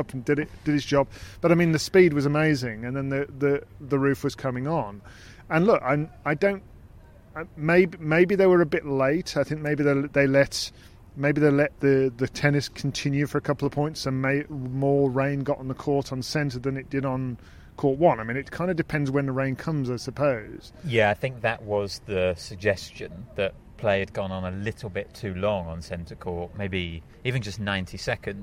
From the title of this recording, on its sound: Live from Wimbledon Day 1